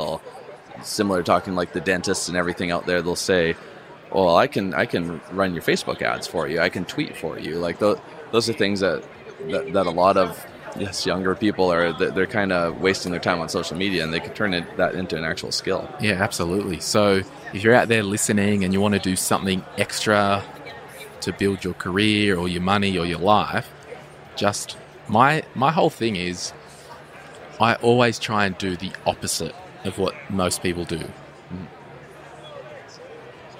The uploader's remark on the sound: live from Podcast Movement 2019